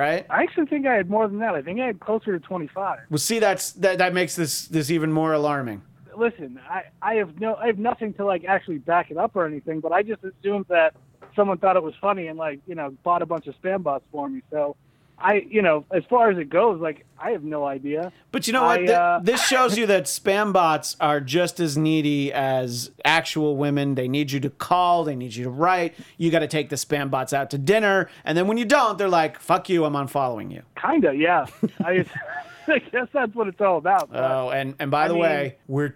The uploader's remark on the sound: are once again joined on the phone